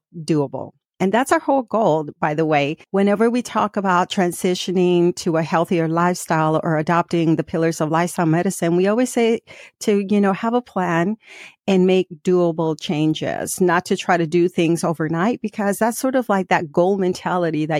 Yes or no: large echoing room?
no